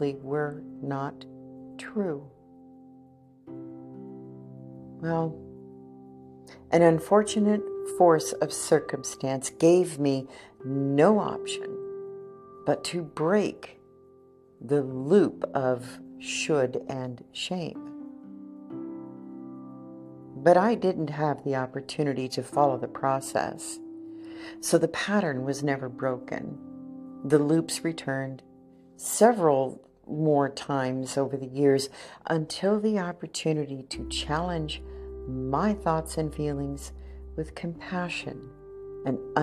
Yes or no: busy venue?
no